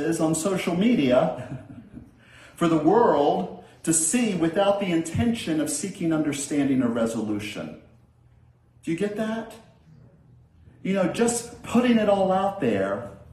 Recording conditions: large echoing room